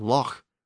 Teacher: the guttural ch sound was retained. That was a common sound in Old English. And again, it was retained in Scots.